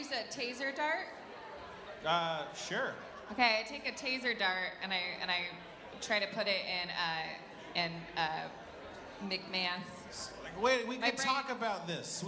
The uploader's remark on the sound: LIVE at SXSW 2015. Harmontown LIVE from SXSW at the Yahoo! Community premiere party.